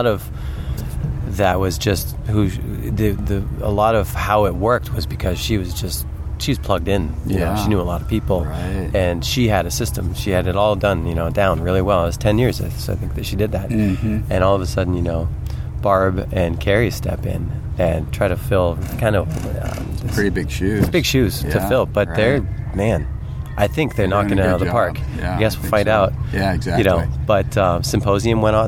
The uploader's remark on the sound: Recorded during the August 2012 SCAMP CAMP at the NW Maritime Center in Port Townsend, WA. PS Please note this podcast was recorded several years ago.